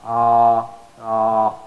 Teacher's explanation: There's a stretched voice of fatha, is how alif is made. You stretch the fatha equal to two fathas, and that becomes alif.